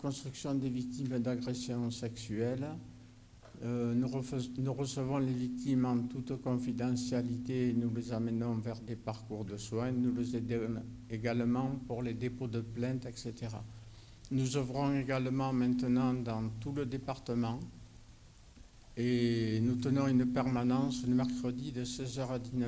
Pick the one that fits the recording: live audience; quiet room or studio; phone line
live audience